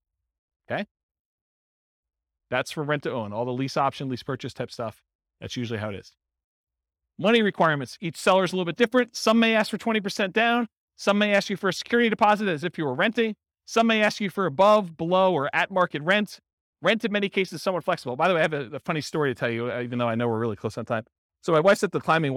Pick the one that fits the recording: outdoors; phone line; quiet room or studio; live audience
live audience